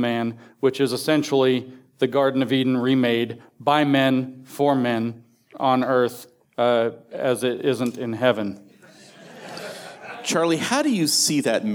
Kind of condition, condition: setting, live audience